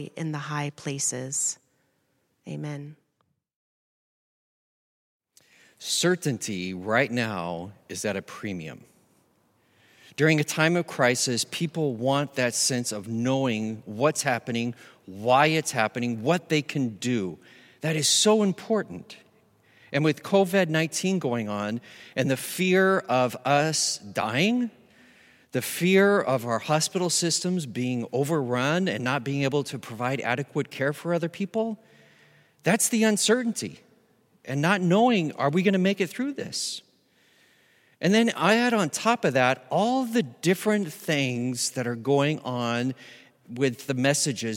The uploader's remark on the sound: Recorded live at Beatitudes Church in Phoenix, AZ.